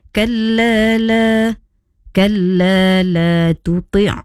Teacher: panjangnya dua harokat sahaja